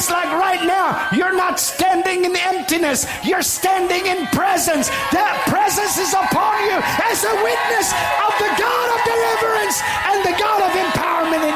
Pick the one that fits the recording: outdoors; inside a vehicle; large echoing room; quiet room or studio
large echoing room